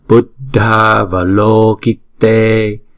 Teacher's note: Chữ a này là hai nhịp, bởi vì là hai chữ ghép lại là Buddha và Avalokite, cho nên chữ A của chữ A cuối của chữ Buddha và chữ A đầu của chữ Avalokite ghép lại là thành chữ A dài là Buddha Avalokite, kéo dài ngay chỗ chữ A, chữ O và chữ E.